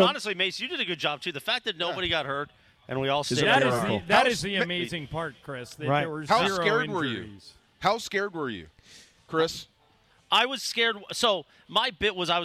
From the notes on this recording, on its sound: We go live to Dodger stadium!